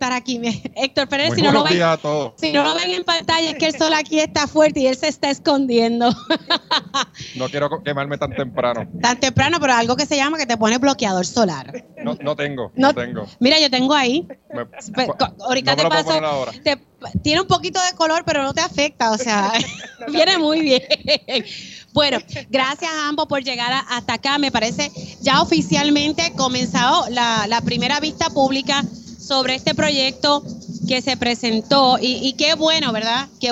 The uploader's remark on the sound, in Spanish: ¡EN VIVO desde Las Fiestas de la Calle San Sebastián!